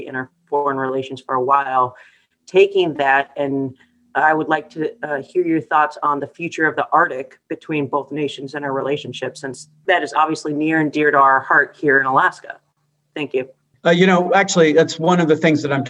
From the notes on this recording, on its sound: Via video conference.